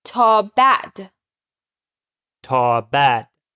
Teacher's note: this is different than the word for bad because it has a pause in the middle